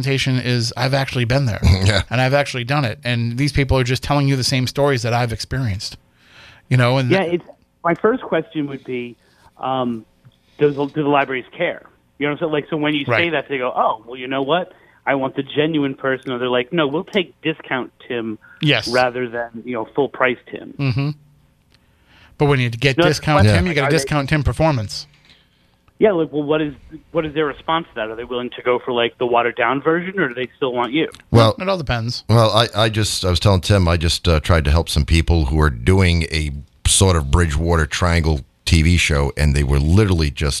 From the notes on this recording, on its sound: "Spooky Southcoast" recorded live. Co-hosts by phone. Teams call in from the field, including a group that catches a very interesting animal sound that doesn't fit anything known to be in the Triangle.